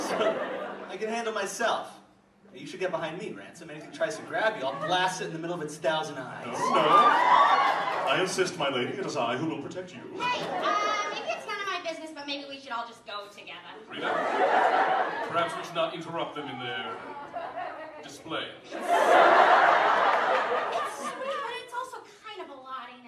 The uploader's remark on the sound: performed live at the Crystal Ballroom in Somerville, MA